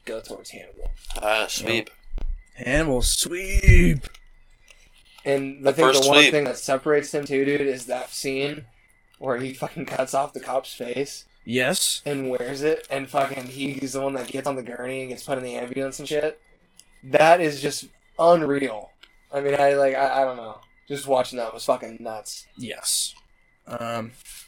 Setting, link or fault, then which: fault, distortion